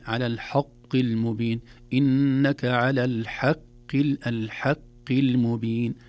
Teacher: الحاء حرف مرقق دائما، قد يتأثر بالحرف الذي بعده مثل القاف